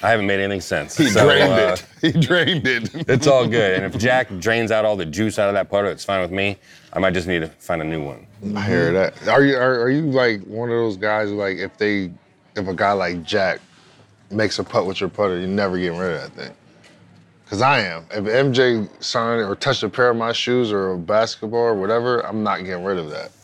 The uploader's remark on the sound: We're on location at The Hay in Pebble Beach.